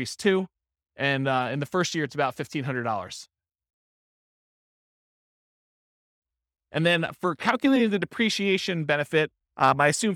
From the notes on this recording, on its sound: This was a live class recorded